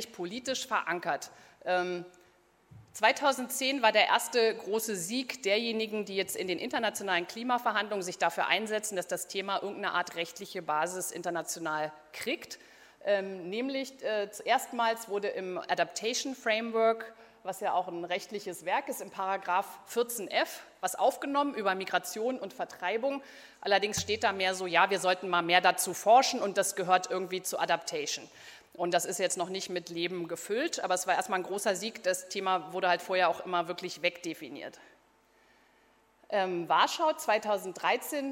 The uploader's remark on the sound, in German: Bei der Konferenz «Auf der Flucht vor humanitären Krisen» vom 3. Berlin.